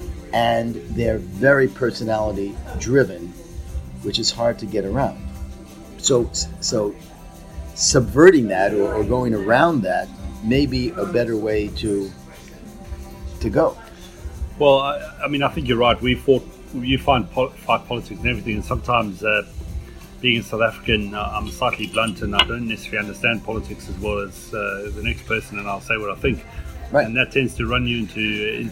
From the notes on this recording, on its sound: Recorded from the 9th annual European Venous Forum Hands-On Workshop.